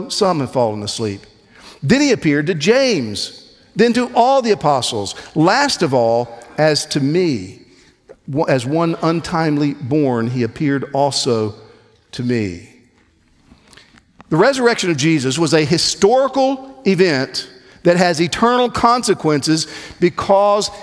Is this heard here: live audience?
yes